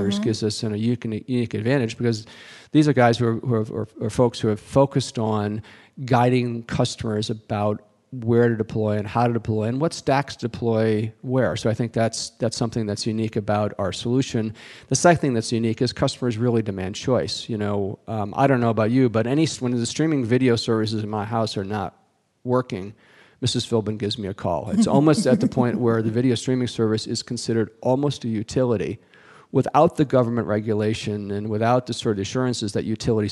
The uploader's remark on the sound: Intel Chip Chat Live - HPE Discover - 2017